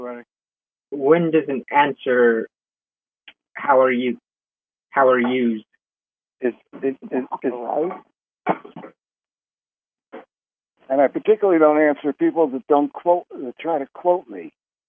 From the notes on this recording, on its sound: Conference Call LIVE